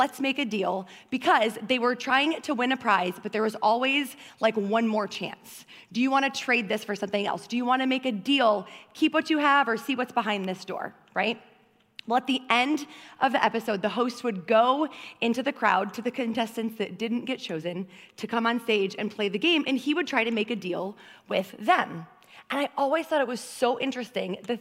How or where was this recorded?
large echoing room